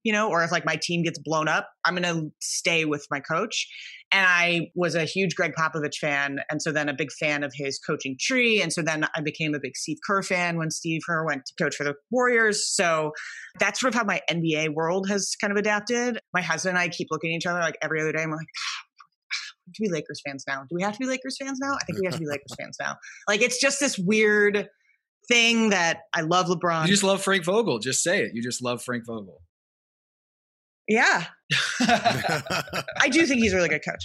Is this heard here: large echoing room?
no